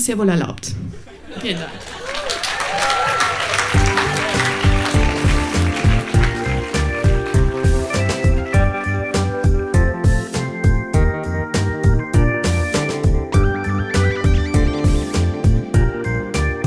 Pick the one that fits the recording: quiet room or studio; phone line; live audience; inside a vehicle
live audience